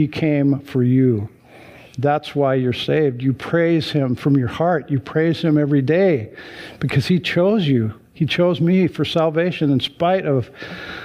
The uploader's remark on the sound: Sunday church service livestream.